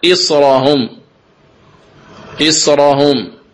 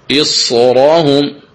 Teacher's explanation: لكن لما كان الساكن حرف استعلاء وهو الصاد فخمت فيقرأها ورش كباقي القراء